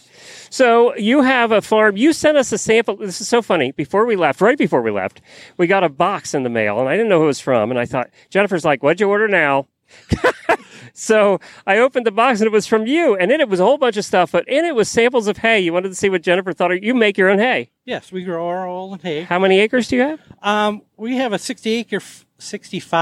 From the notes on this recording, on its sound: Road Show. Truck in a parking lot in Norwalk, OH.